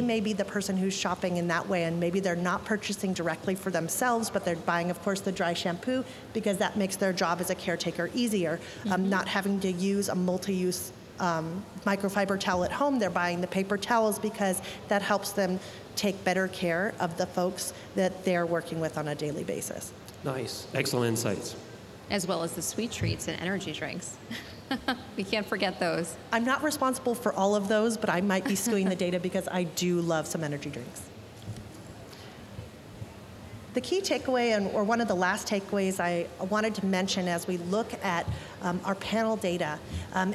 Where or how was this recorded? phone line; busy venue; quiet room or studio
busy venue